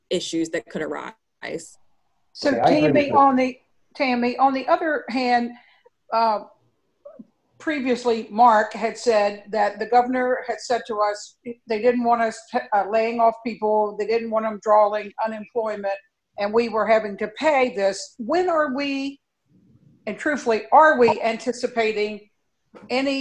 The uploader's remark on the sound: An audio recording of the Indian River Board of Education special meeting. This meeting was conducted online using the Zoom video conferencing platform.